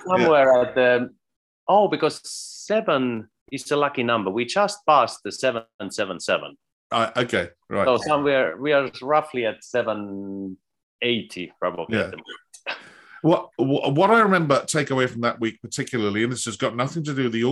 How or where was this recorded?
video call